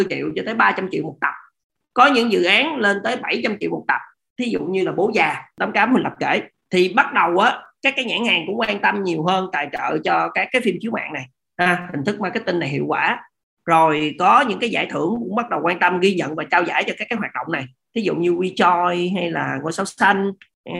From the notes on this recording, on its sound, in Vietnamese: Nội dung âm thanh này đã được Arena Multimedia ghi âm lại từ nền tảng ứng dụng Zoom trong sự kiện Talk: Nghề phim - Trò chuyện với thế hệ Z.